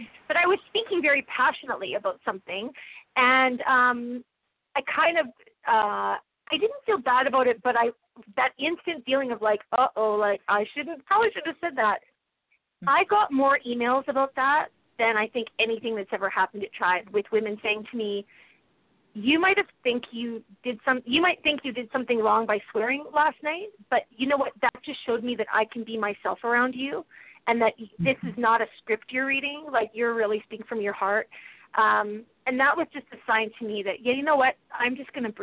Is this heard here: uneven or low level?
no